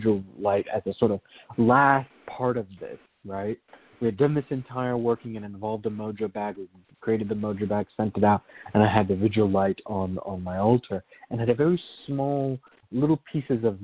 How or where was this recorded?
phone line